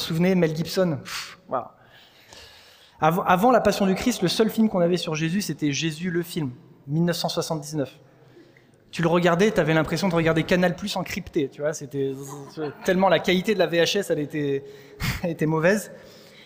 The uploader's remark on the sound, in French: Enregistré à l'église CVV